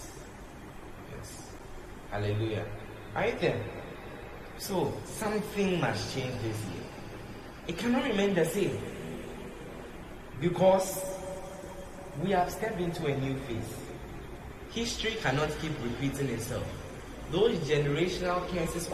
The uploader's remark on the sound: Preached at The Love Arena Experience Service, LIVE at the Love Arena Church, Accra - Ghana